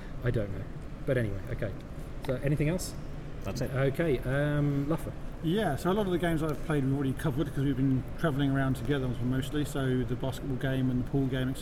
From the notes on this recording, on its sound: A special episode recorded at EGX 2018. Sit around a microphone in what turned out not to be the quietest part of the Birmingham NEC.